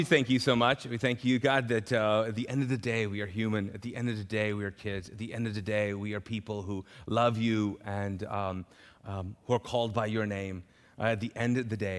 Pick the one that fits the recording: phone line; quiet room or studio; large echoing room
large echoing room